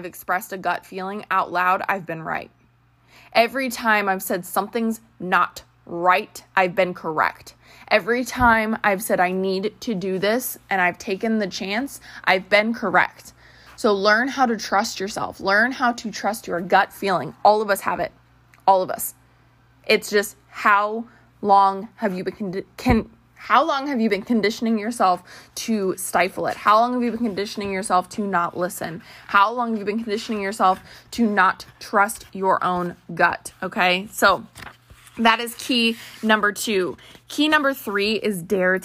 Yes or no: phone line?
no